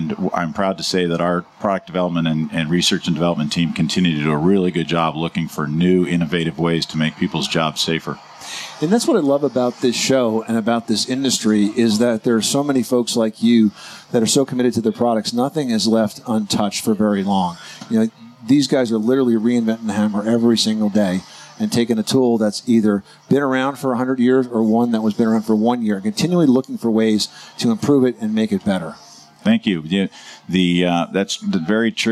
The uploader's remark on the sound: Live from the 2018 National Hardware Show